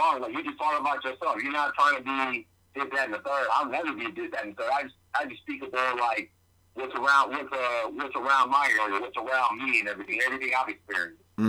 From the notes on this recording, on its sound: called in from Chicago